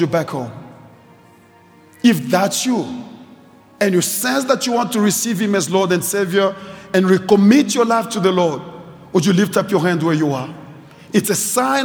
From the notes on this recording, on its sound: preached at Grace Bible Church Pimville